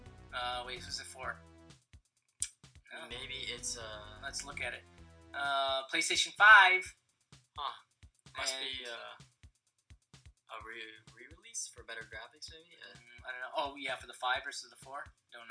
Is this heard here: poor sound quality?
yes